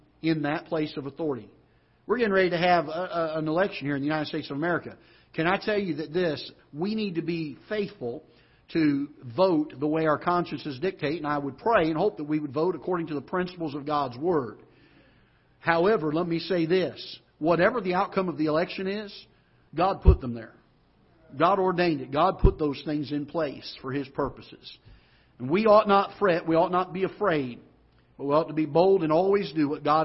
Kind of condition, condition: setting, large echoing room